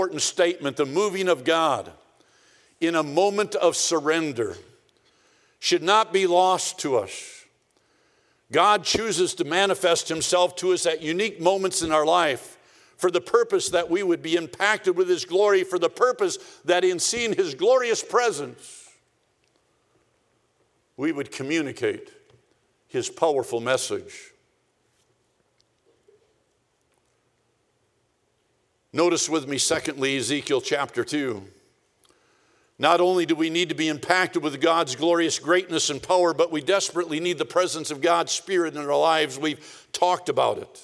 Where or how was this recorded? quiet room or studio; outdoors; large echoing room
large echoing room